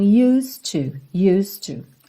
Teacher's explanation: Você não fala used, esse é não é pronunciado. E o D já faz um som ligadinho no T do to.